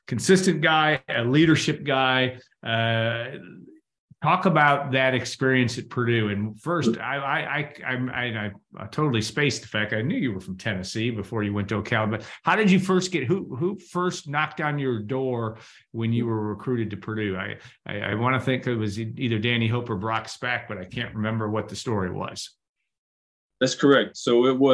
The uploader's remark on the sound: Birthday Zoom.